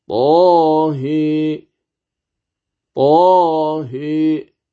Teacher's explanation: الطاء تمد بمقدار حركتين، والهاء كذلك، والهاء كما سيأتي عند ورش فيها الإمالة الكبرى، إذن فتقول طاهي طاهي، هكذا تقرأ طاء بمقدار حركتين والهاء بمقدار حركتين.